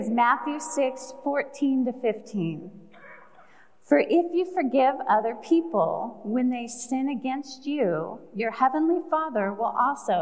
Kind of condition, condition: setting, live audience